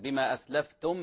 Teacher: في ميم مع الفاء، هذا إظهار شفوي، بل أشد الإظهار شفوي